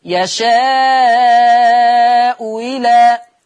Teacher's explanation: الهمزة الأولى مضمومة والهمزة الثانية مكسورة، فلورش في الهمزة الثانية التسهيل أو الإبدال، هكذا يشاء إلى، بسهل.